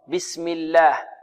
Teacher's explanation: بسم الله جاء قبلها مكسور ترقق